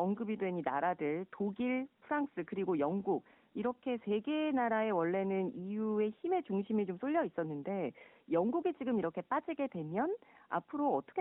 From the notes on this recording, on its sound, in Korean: YTN라디오, 세계를 만나는 시간 전화 인터뷰.